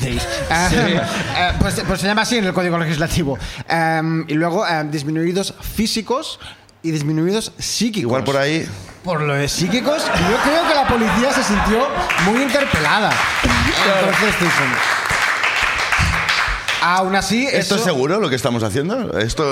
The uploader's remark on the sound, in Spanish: El público también comparte con nosotros su miseria.